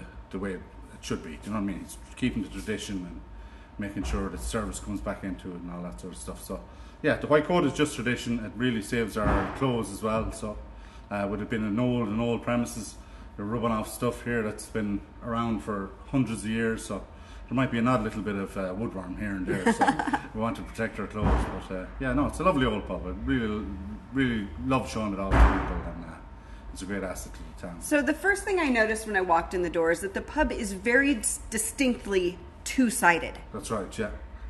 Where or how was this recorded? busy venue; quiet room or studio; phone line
busy venue